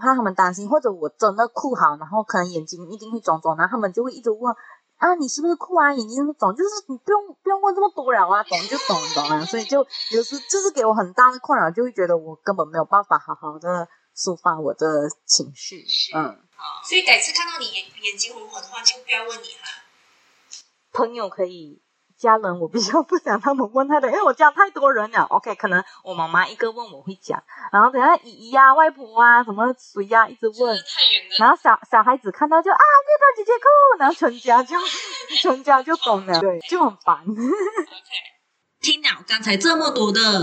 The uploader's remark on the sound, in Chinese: 因爲這次錄音的環境和以往不同，所以音質略差